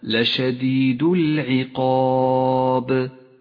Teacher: فتكون قلقلته قلقلة كبرى لأنه في آخر الكلمة